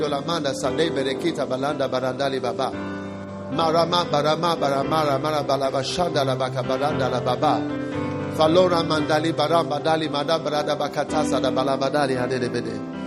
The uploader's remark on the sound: Preached at a Healing Jesus Campaign Pastors' conference in Abidjan, Cote d'ivoire the 30th of January